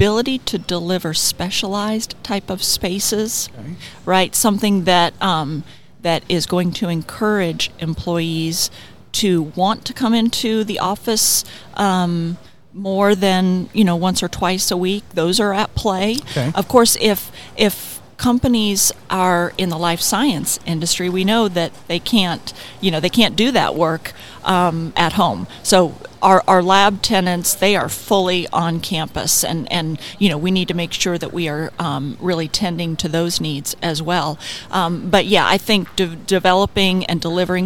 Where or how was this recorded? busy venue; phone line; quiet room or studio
busy venue